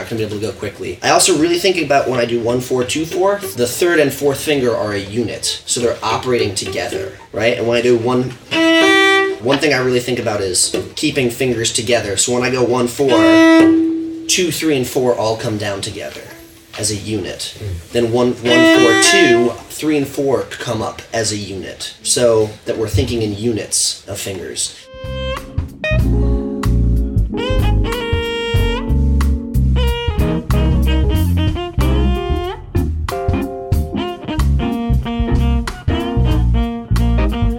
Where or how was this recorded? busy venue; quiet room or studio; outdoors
busy venue